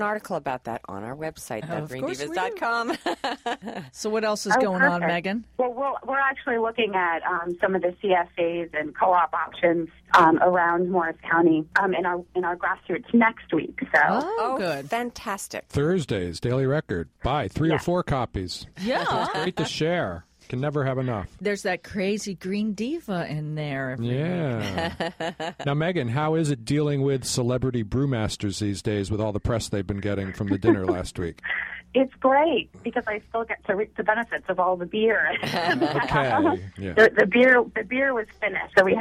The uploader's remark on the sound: called in from the trail